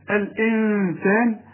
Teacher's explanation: لازم تغني النون علشان بعدها السين، السين من حروف الإخفاء بس ما تستعملش فيها لسانك.